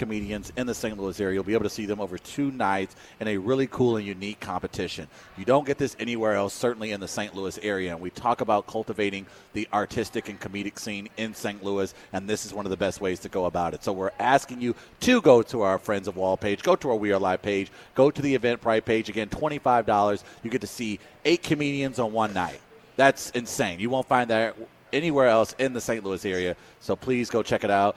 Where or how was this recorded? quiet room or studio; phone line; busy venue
busy venue